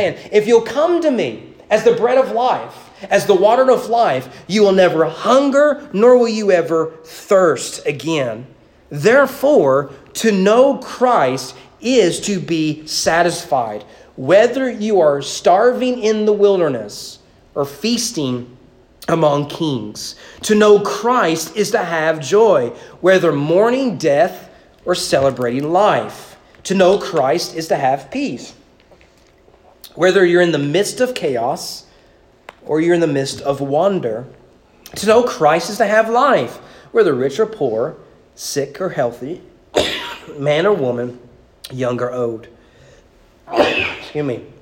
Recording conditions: large echoing room